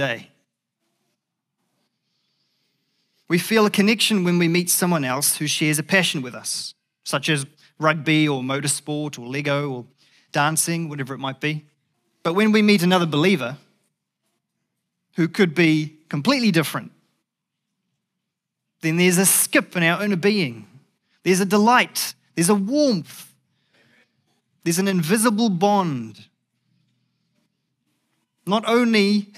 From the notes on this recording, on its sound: Recorded at the Hukanui Bible Church morning service on Sunday the 20th of August 2023 during the 10:00 am service.